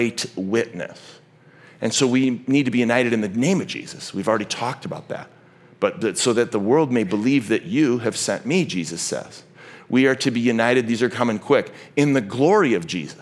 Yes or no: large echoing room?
yes